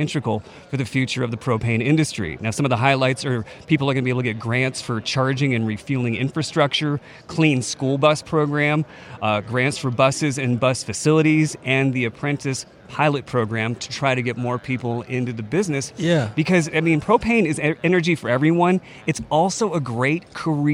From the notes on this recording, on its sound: Live from Western Propane Convention. Live from the Western Propane Trade Show & Convention.